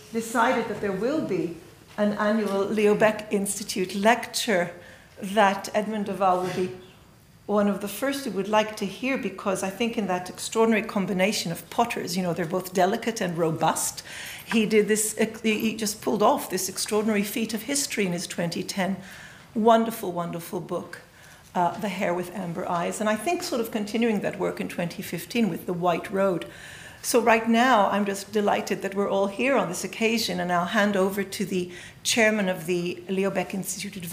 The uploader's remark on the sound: The lecture took place at Queen Mary University of London, Arts Two Lecture Theatre, Mile End Road, E1 4NS, on the 23rd of March 2017 at 6.30pm.